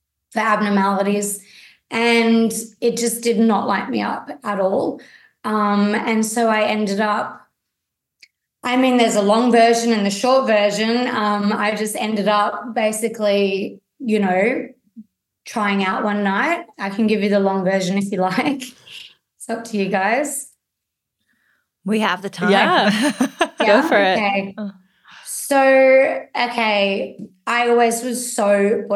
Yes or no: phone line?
no